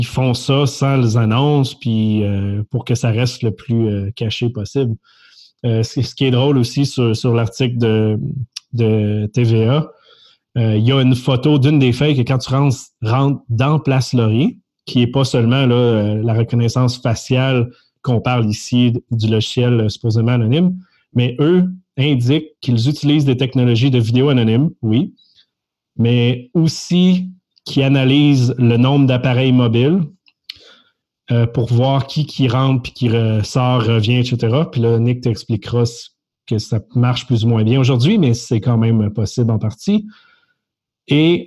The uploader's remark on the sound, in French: Locaux virtuels par Zoom. Locaux virtuels par Zoom.